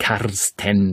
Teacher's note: das R wie ein A sprechen müssen oder sollten bei meinem Namen.